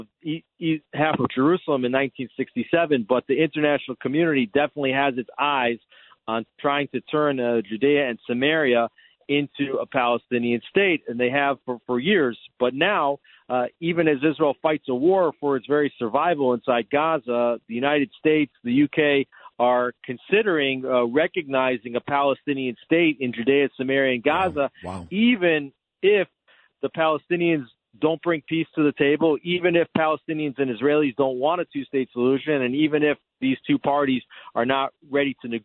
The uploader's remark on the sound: Calls in from Jerusalem.